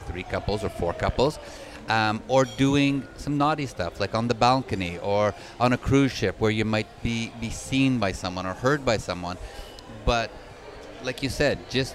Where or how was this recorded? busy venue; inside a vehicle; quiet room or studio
busy venue